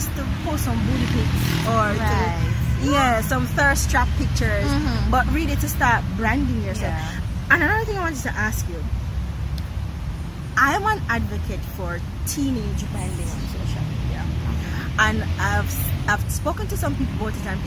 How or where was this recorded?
outdoors